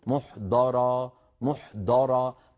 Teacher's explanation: مهما ضغط الإنسان على طرف لسانه الأمامي لن ينطق إلا دالا مفخمة